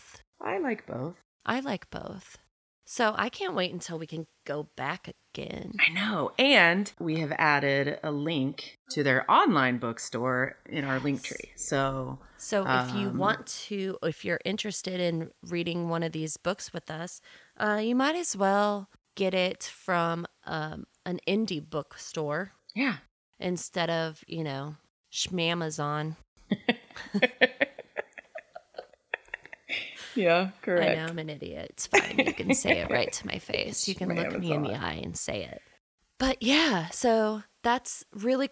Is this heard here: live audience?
no